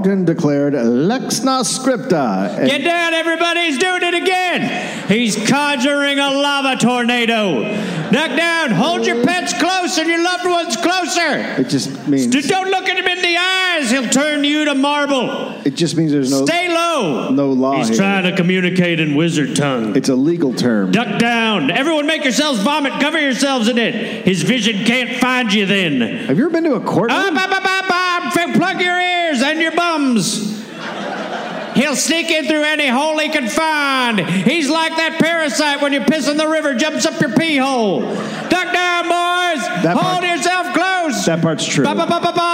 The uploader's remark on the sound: Recorded live in Salt Lake City, Utah.